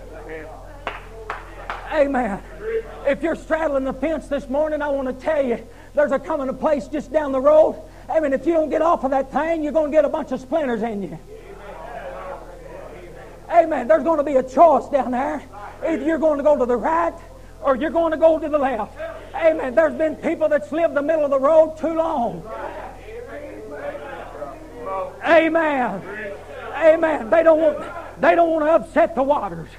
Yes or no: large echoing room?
yes